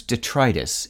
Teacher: remember to stress the second syllable, as you do in the words arthritis and bronchitis